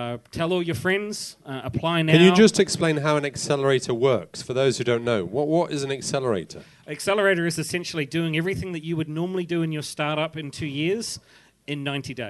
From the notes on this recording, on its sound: Special thanks to Radio Chinwag for mastering the sound. Recorded at Orange Peel Live Music Bar, Lam Kwai Fong, Central, Hong Kong on 6th May, 2015.